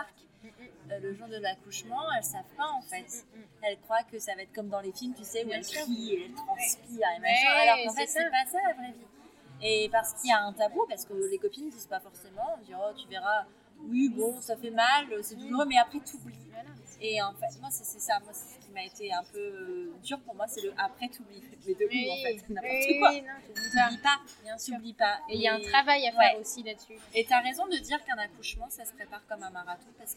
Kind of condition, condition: fault, poor sound quality